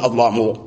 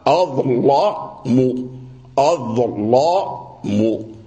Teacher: تفخم الضاء ثم تفخم اللام وإياك أن تفخم الميم لأن اللسان فخم الضاء ثم مر على اللام ففخمه فما بقي